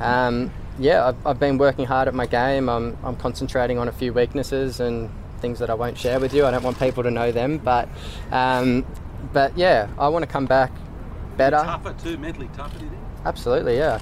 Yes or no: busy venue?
yes